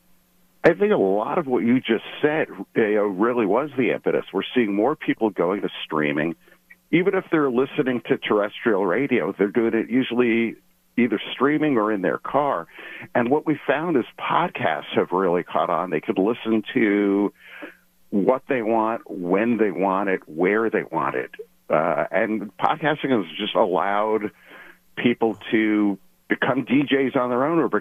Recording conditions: phone line